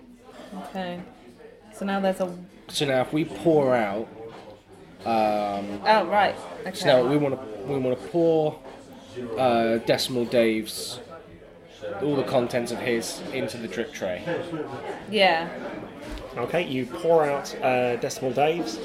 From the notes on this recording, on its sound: Recorded in an actual pub, which it turns out makes editing hard!